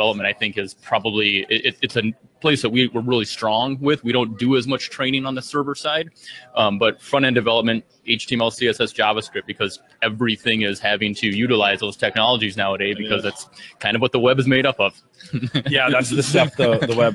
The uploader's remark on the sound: Live from Infotec 2016